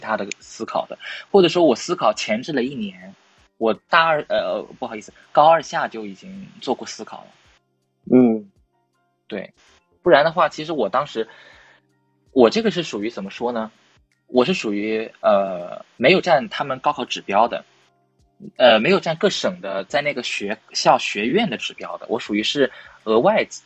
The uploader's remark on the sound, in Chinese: 本期节目为线上连麦，录制质量一般，见谅。